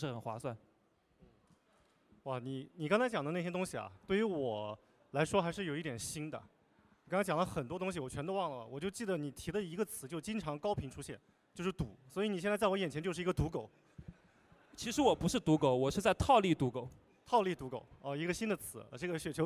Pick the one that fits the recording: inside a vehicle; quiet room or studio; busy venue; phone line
busy venue